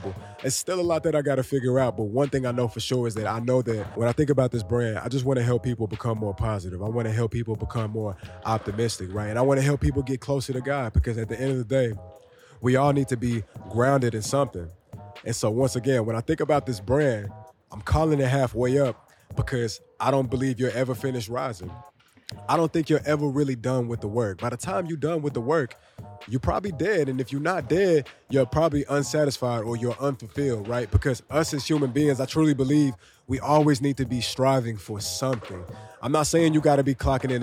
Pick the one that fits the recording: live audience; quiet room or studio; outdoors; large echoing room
outdoors